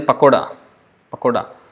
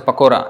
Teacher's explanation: in Hindi you say pakoda, pakoda, but it's pronounced as pakora in Bengali, pakora. So, sometimes it can become d sound, you know.